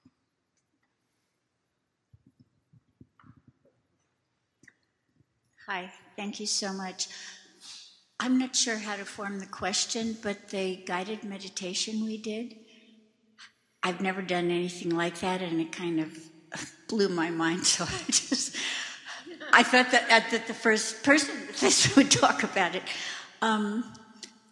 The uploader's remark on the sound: Recorded live from the Insight Meditation Society’s 40th anniversary benefit.